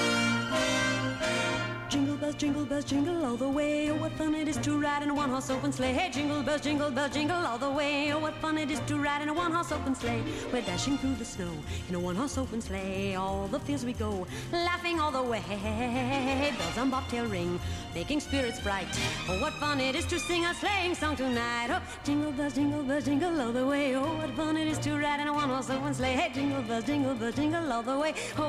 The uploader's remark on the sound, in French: Enregistrée en direct et en public depuis la Maison des Initiatives Étudiantes.